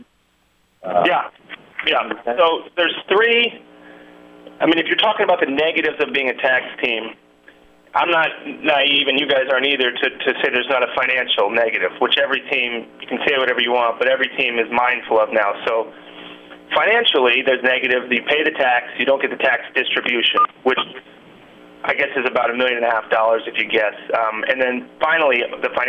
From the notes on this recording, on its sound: Conference Call